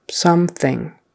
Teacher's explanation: And that O in the first syllable is like a short U.